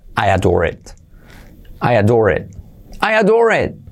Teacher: ese it es I como E y la T casi no se pronuncia